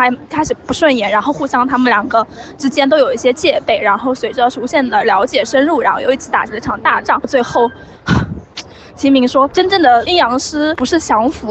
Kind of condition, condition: fault, background noise